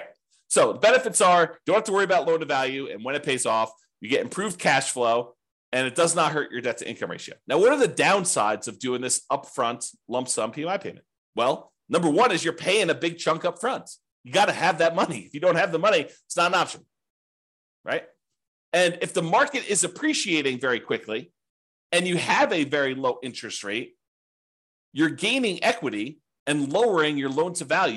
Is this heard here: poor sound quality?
no